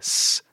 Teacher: So when you make like a s sound, that's like the sound of the air hissing around your tongue, and it's not actually your vocalization or like moving your tongue. · Term: fricative